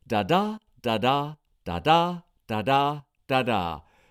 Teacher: So stressed beats follow unstressed ones, you see. When there are 5 such heartbeats in a line, it's called pentameter. · Term: iambic